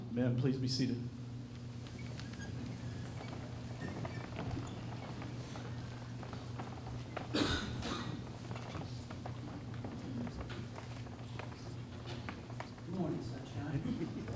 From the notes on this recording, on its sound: LIVE Services at Sunshine.